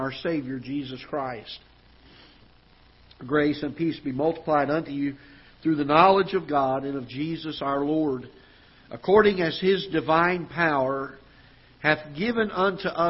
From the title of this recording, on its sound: Ketha Heights Baptist Church ~ Live Broadcast